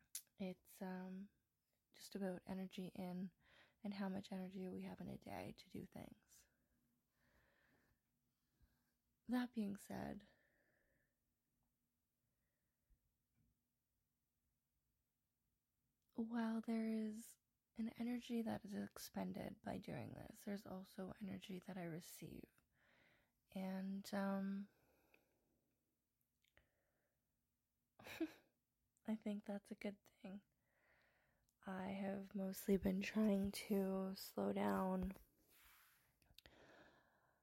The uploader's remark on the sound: Recording on the cell and talking real low...not great for sound.